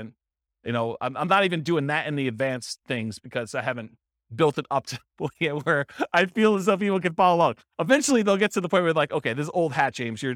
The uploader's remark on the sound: This was a live class recorded